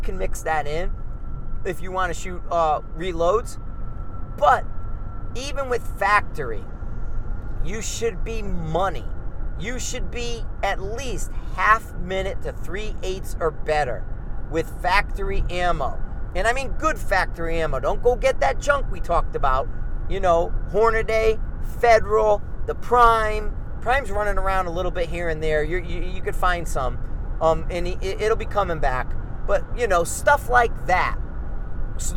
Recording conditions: inside a vehicle